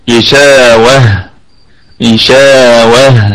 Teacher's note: مد طبيعي وصلا ووقفا غشاوة، ونقف عليها بالسكون، ونقف على هذه التاء التأنيث بالهاء، غشاوة غشاوة هكذا تمام، لكن في الوصلة هتكون تاء غشاوة تو غشاوة تو.